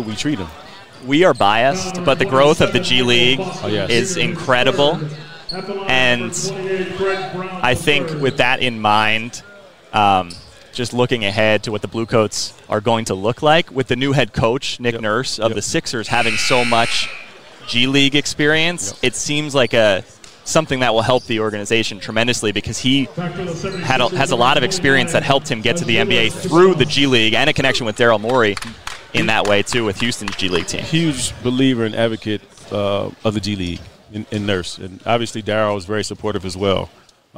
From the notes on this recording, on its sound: live from NBA 2K24 Summer League 2023 in Las Vegas